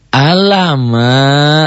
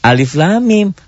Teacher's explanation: Karena termasuk madlajim harfi musba, maka panjang lam dan mim masing-masing tiga alif atau enam harokat · Shown in: second take · Term: dieja